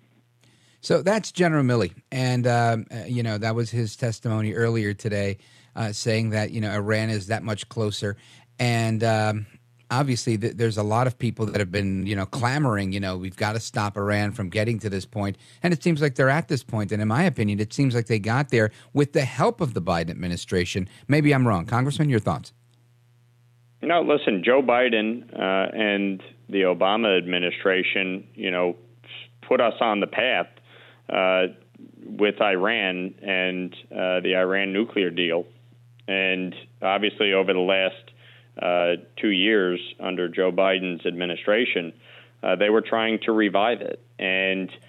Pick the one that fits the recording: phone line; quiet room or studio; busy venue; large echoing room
phone line